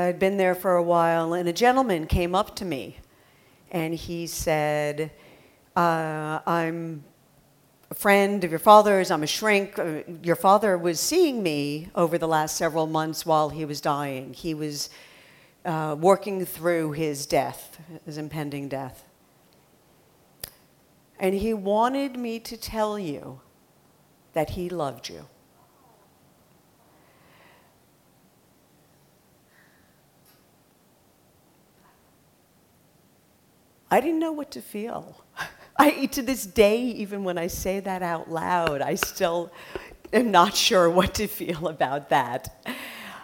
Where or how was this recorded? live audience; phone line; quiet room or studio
live audience